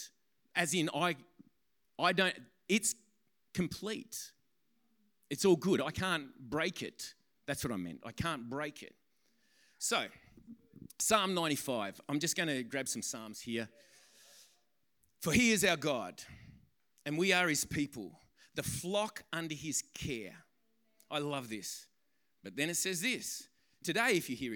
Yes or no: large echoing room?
yes